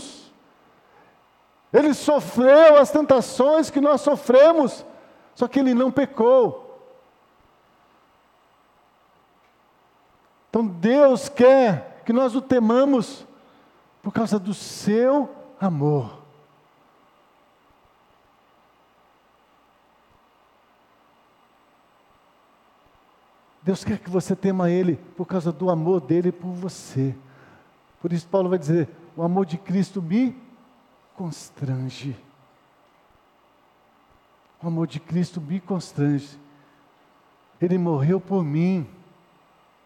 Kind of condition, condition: setting, large echoing room